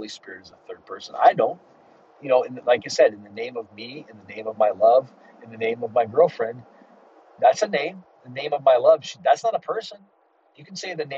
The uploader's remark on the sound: Sorry for any background noise!